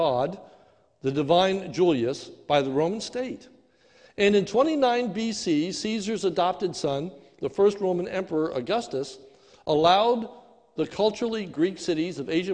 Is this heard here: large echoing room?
yes